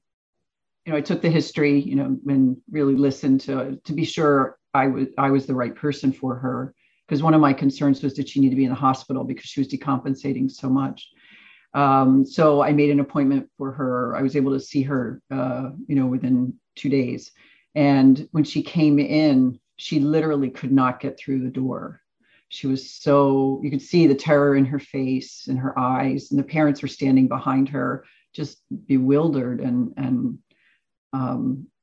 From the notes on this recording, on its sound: This episode features the audio from one of the ACO webinar presentations.